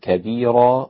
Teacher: وترقيق الراء لا تنساه في كبيرا لورش